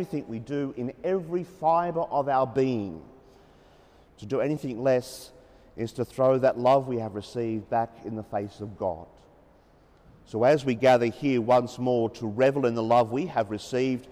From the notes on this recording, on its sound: As preached during the 9.30am Mass at the Sacred Hamilton Cathedral, Hamilton.